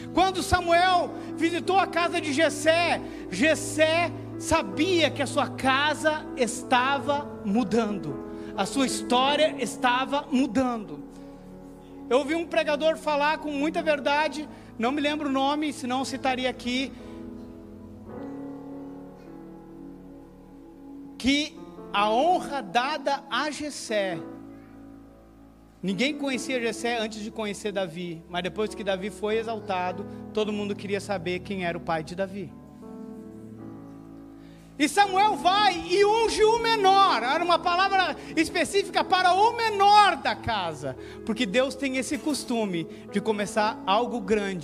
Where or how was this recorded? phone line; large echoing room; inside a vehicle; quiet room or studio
large echoing room